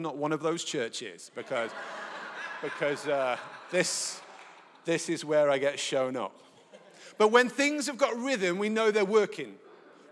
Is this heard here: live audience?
yes